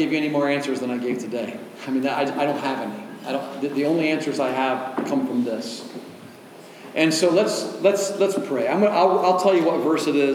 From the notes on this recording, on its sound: delivered at Oasis Church on October 15, 2023